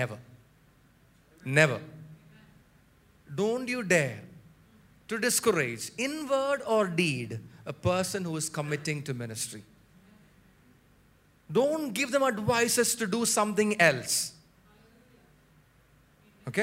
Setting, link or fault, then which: setting, large echoing room